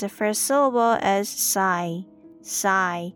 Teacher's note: The P here is silent, so we pronounce the first syllable as sigh